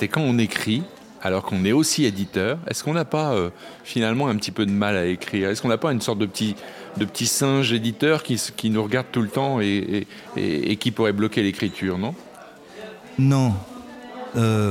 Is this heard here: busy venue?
yes